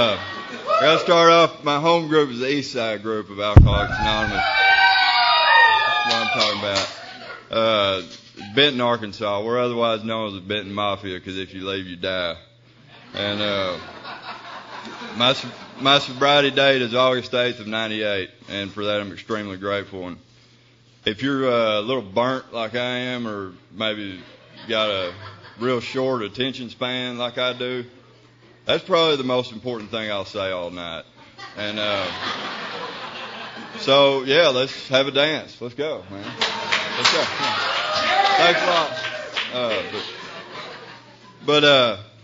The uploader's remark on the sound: speaking at ARKYPAA 2005 Arkansas Conf of Young People in AA